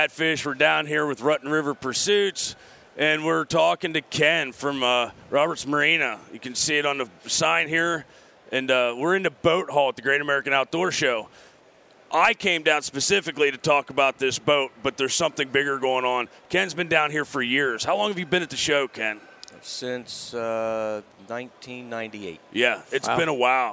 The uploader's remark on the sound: Live from the Great American Outdoor Show 2017 in Harrisburg, Pa.